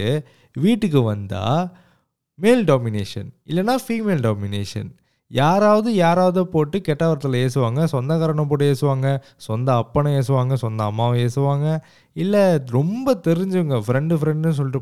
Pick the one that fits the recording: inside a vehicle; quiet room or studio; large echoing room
quiet room or studio